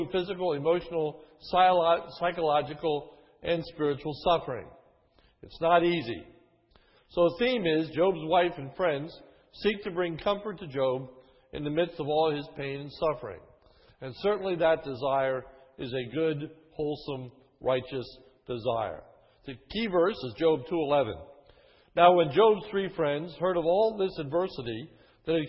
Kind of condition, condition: setting, large echoing room